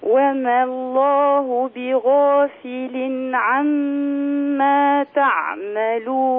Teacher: يعني لا تمدي الألف، لا تقولي وما الله، وما الله الألف تسقط من اللفظ لالتقاء الساكنين